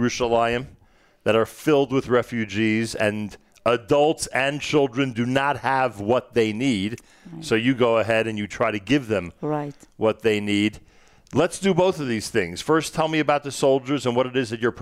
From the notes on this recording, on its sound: Live from Nefesh B'Nefesh in Jerusalem (Solidarity Mission, Day 1).